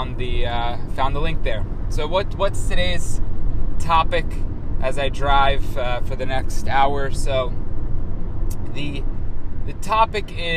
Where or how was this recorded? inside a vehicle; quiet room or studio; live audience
inside a vehicle